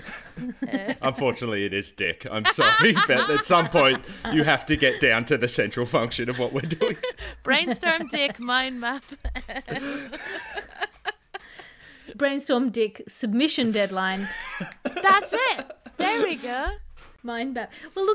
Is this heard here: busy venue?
no